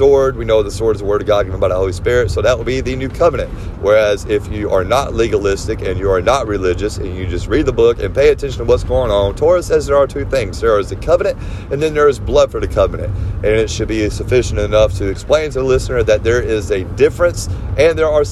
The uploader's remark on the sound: This episode was recorded on my phone, a telemarketer called towards the end so it probably cut the episode early.